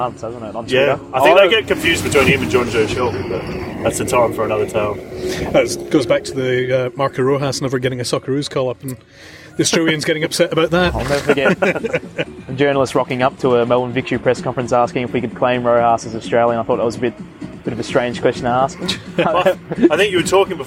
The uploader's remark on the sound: With the Roos in Kazan. At a cafe outside the Socceroos training base.